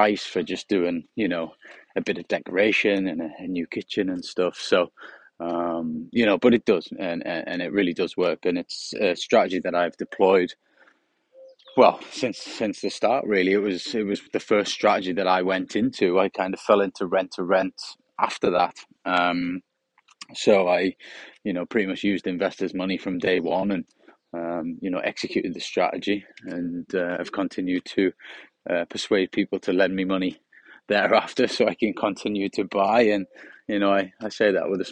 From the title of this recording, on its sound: On A Sunny Morning Walk